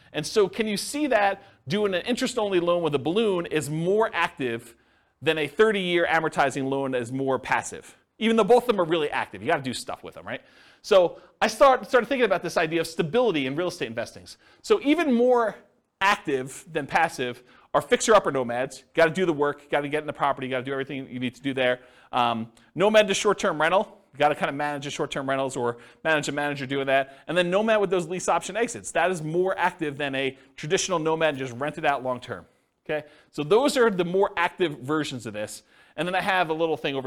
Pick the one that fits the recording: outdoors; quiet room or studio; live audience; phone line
live audience